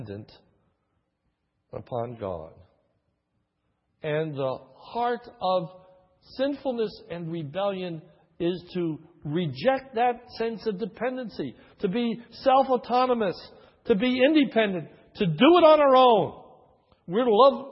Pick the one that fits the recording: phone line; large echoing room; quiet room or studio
large echoing room